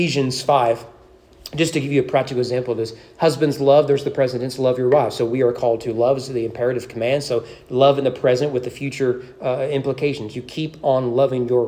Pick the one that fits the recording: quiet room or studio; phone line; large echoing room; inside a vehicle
large echoing room